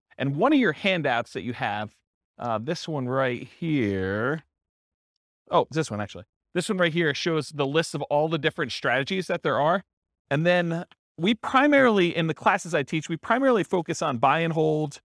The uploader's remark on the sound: This was a live class recorded